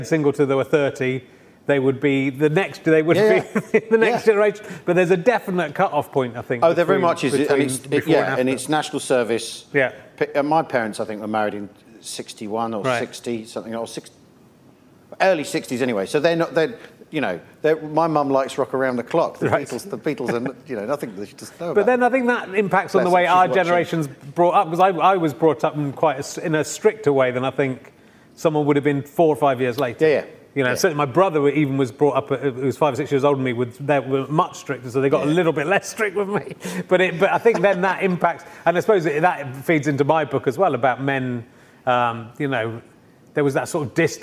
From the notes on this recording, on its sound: This week's book club episode was recorded on 15th November 2020, during lockdown in a central London bar with an online audience.